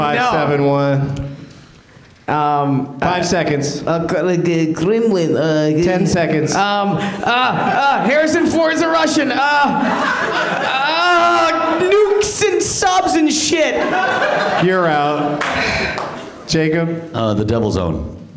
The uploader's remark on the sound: Live from the UCB Sunset Theatre.